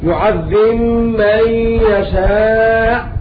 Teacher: ومعنى هذا أن الباء تضغم في الميم في كلمة يعذب، وقد أتى ذلك في سورة آل عمران والمائدة والعنكبوت والفتح، فتقرأ هكذا يعذب من يشاء عند أبي عمرو البصري بخلف عنه من باب المتقاربين الكبير.